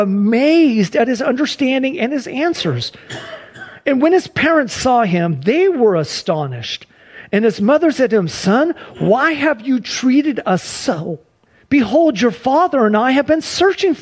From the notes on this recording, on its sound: Sunday church service livestream